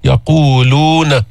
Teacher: يقولون مرققة ما بيرتفع اللسان عند النطق بها